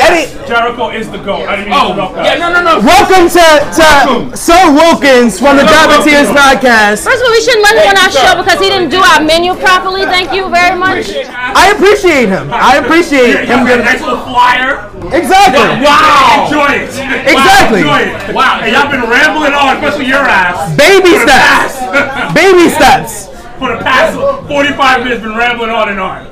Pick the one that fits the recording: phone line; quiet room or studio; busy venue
busy venue